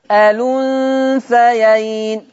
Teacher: هنقل الضمة بتاعة الهمزة ووديها على اللام فتبقى الأنثيين.